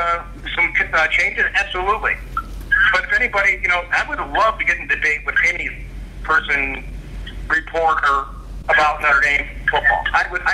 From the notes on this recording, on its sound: conference call interview